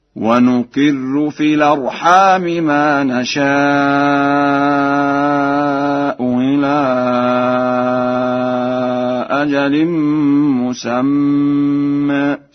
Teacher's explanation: قرأها ورش بتسهيل الهمزة الثانية بين وبإبدالها واوا خالصة هكذا